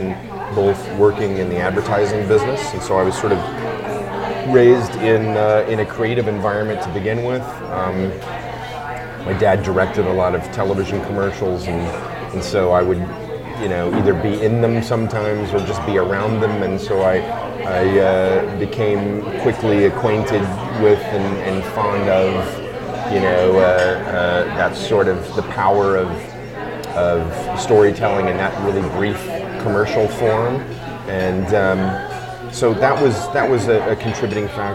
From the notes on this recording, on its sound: This episode was recorded live at The Nook restaurant in Encino and there may be ambient